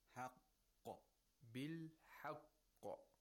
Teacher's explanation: You hold the first qaf without releasing it. You release the second qaf with qalqala.